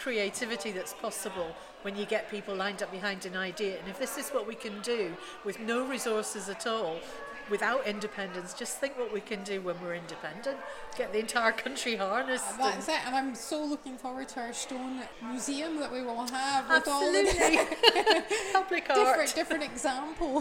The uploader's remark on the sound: On location at the Yes Stones event "Boulders and Blethers".